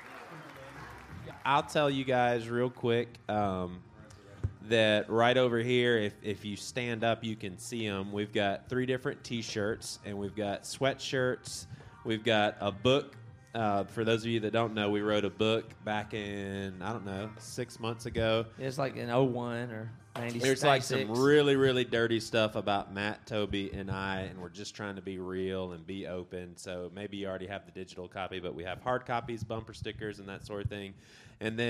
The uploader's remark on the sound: LIVE in Chico, CA Living Room. This is the 3rd of 4 live episodes from our recent living room podcast tour.